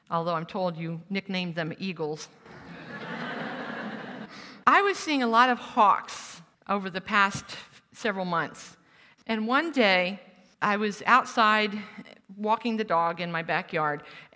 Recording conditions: live audience